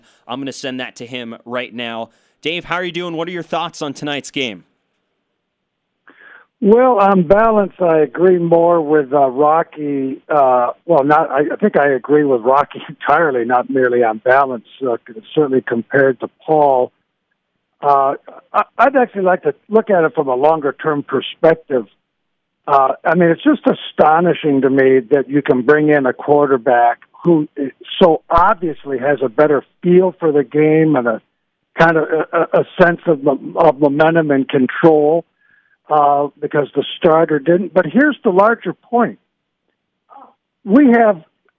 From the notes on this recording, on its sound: POST GAME CALL IN SHOW.